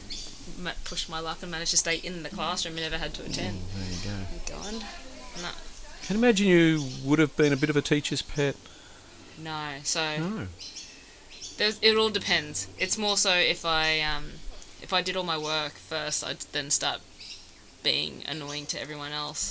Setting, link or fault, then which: fault, sounds in the background